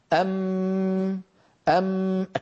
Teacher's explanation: بعد أن تنقفل الشفتين ينحبس الصوت خلف الشفتين، أما الجزء الخيشومي وهو الغنة فإنه يتابع طريقه عن طريق الأنف، لذا فهي حرف بين الرخو والشديد.